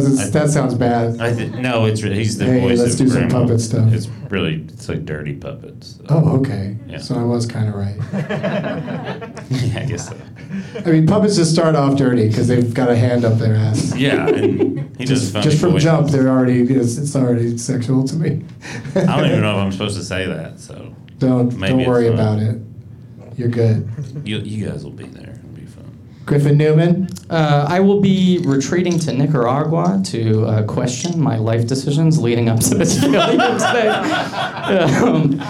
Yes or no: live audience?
yes